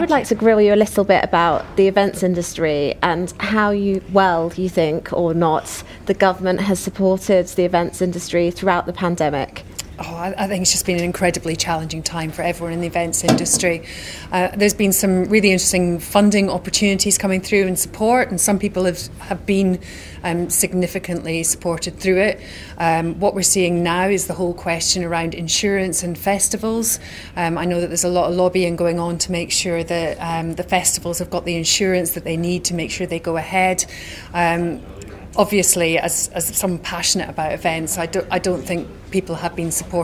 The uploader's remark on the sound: Joined us for the second day of Elite Business on 12 March in the digital transformation panel.